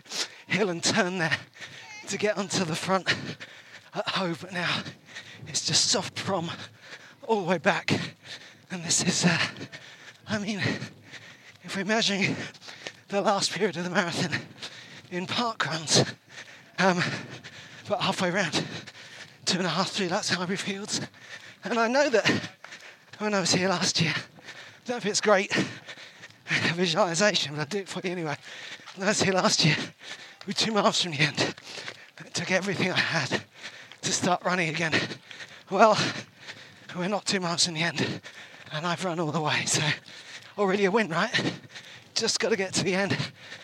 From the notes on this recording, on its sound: Comes to you live and direct from the 2023 Brighton Marathon.